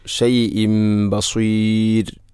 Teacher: ഷൈഇൻ എന്ന തൻവീനു ശേഷം ബ വന്നാൽ ഇഖ്ലാബ് എന്നതാണ്. തൻവീനിനെ മീമാക്കി മാറ്റുന്നു. ഷൈഇം ബസീർ. ബസീർ എന്നത് മദ് ഇഅ്റാദുൽ സുക്കൂൻ, അതുപോലെ റായിനെ തർഖീഖാണ് ചെയ്യേണ്ടത്.